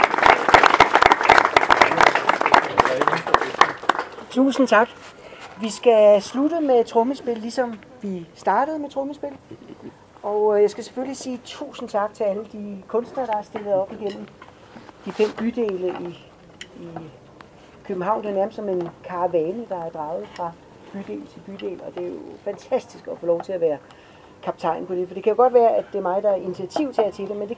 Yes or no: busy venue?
yes